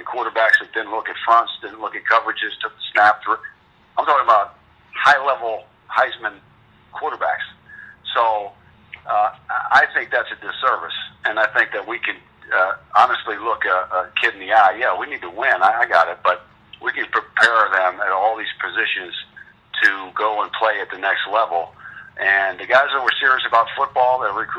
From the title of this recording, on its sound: Full Teleconference